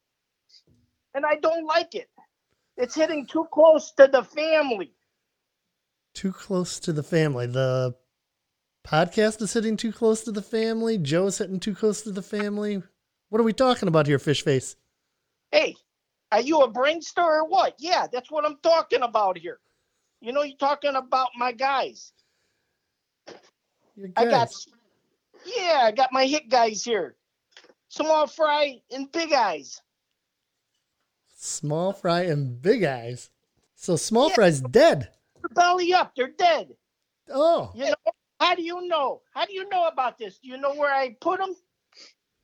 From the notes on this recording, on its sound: Things get sketchy in a rough phone interview.